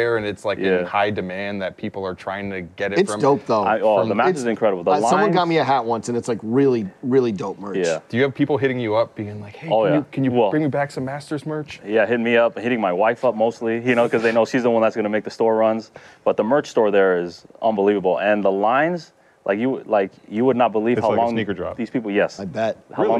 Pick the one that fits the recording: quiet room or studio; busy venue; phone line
busy venue